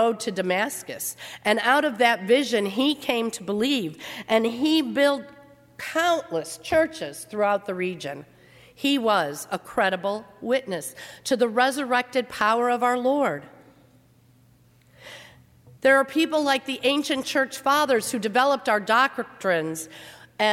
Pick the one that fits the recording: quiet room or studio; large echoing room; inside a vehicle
large echoing room